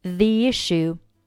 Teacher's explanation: 面的 put,末尾不用发出声音。后面这个 THE,注意在这里读作 V,读作 V,字母 E 发它本身的发音 E。后面的 issue 字母 I 对应的是元音 I，那这里呢是属于两个元音放在一起，但这一次呢前面的元音它是元音 I 结尾的，所以中间会加上一个半元音 I